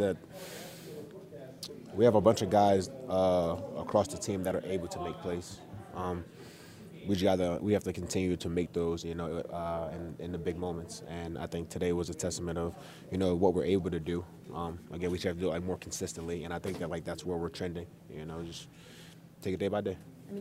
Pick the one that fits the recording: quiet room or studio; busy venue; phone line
busy venue